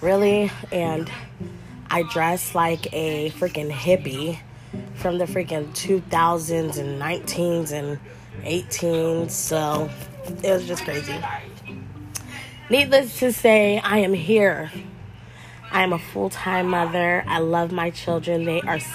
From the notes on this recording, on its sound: excuse all the background noise